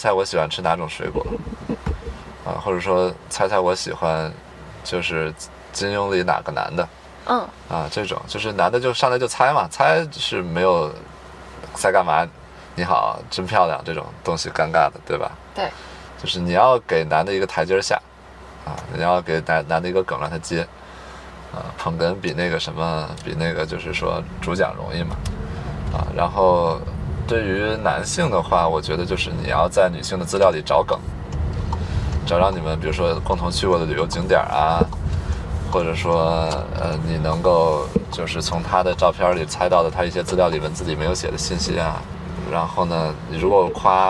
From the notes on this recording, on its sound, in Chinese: 后面每个话题都是纯临场，连大纲都没有。因为边开车边录的，有点吵……已经尽量降噪啦，下次有室内录制！